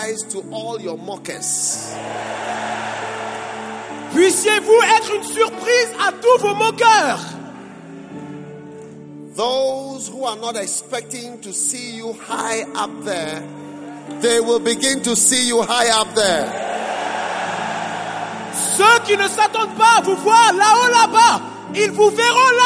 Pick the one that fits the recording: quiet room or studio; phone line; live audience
live audience